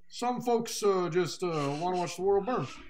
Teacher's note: Like, he has a very weird, like, breathy way of speaking. The nasally Chicago accent for Heath Ledger